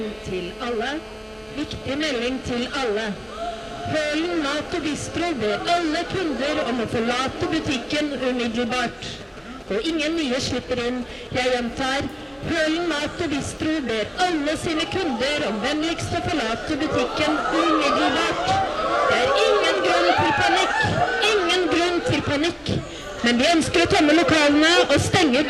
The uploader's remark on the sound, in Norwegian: Spilt inn under festivalen Sånafest, direkte foran publikum.